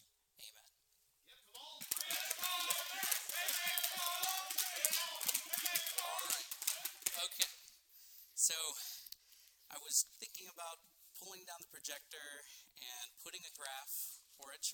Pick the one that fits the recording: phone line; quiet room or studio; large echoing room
large echoing room